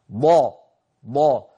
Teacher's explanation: فالضاد من حافة اللسان اليمنى أو اليسرى أو منهما معا